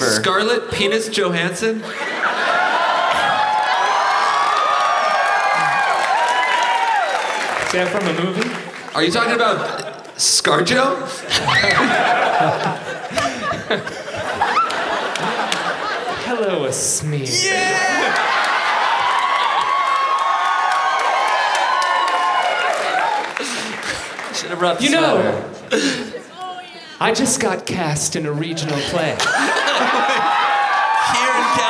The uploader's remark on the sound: Live at MacEwan Hall in Calgary!